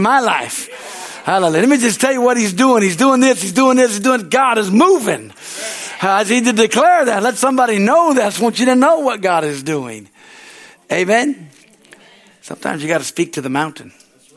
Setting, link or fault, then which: setting, large echoing room